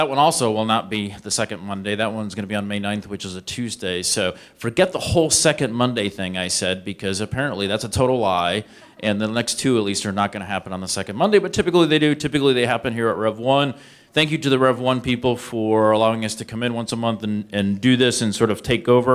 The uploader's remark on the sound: This is the audio recording from the live event